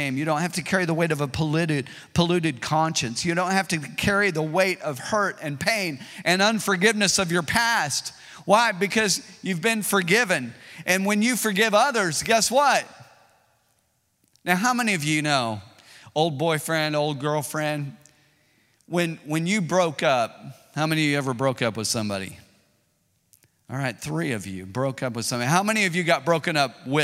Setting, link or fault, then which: setting, large echoing room